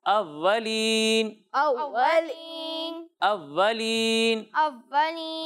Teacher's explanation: حمزہ کی ادائیگی کرنی ہے عین کے مخرج سے نہیں